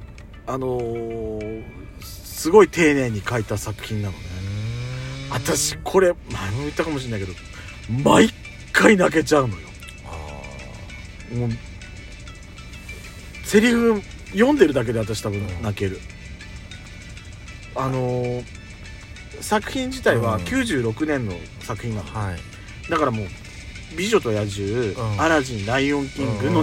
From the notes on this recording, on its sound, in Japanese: パーキング収録